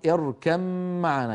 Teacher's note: يدغمون الباء في الميم يعني يحولون الباء إلى ميم وينطقون ميما مشددة